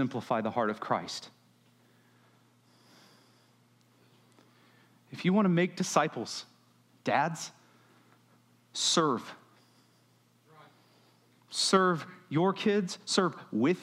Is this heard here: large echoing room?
yes